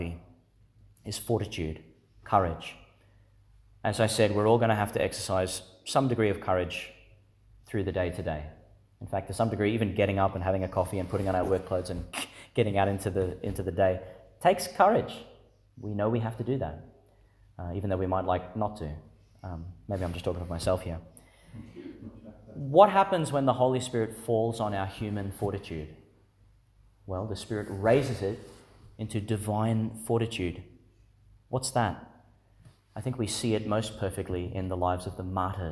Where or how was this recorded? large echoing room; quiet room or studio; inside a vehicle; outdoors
large echoing room